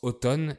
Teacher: Alors, on prononce automne et le M est muet.